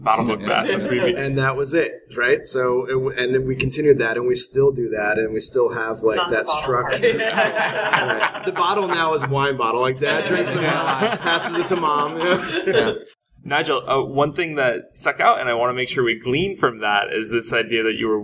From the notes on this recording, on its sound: This is another live interview from SpiceWorld 2015 in Austin, TX.